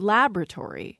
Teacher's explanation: American English speakers can lose a syllable in the word laboratory, because we've moved the stress up to the first syllable. British English speakers who say laboratory are going to have one more syllable than many American English speakers.